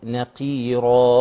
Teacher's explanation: انا عارف للقاف مع ان القاف مكسورة ضعيفة واخد ادنى المراتب ممكن يبدل القاف كاف بسبب انه يرقق